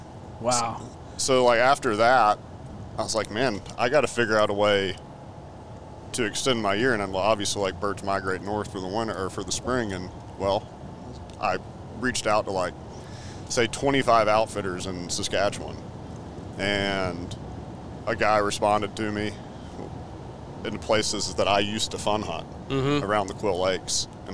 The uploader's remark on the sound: On our way back from West Point, MS, we fired up the podcast board and recorded an episode.